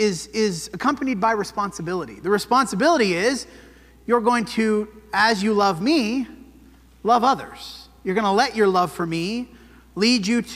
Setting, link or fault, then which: setting, large echoing room